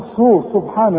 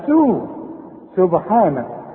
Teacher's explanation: سبحانه رقق السين قوي احسن تطلع معاك صاد · Shown in: second take · تقول صو سبحانه، لا سو سبحانه رقق.